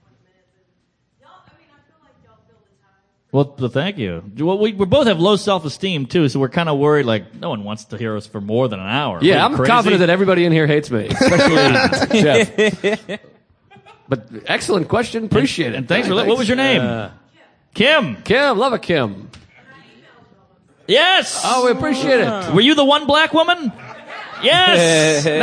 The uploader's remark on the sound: This weeks episode was recorded live at The Stress Factory in New Jersey!